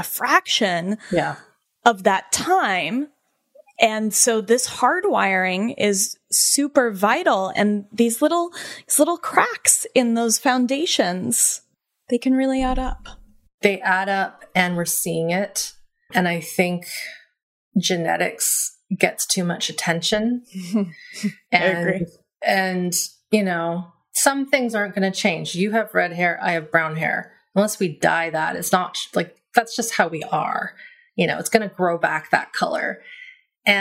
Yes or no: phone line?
no